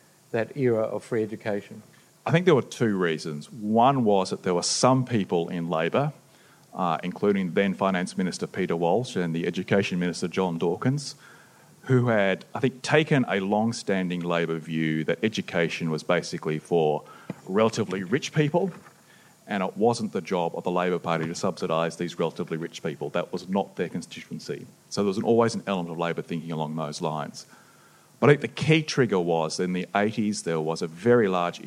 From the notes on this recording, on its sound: The Policy Shop podcast and the Grattan Institute co-hosted a special Policy Pitch event at the State Library Victoria. This recording has been edited for duration.